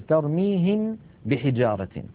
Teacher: فهما حرفان من المخرج نفسه، إلا أن الميم فيها غنة والباء ليس فيها غنة، لذلك لا تدغم الميم في الباء لما فيها من الغنة.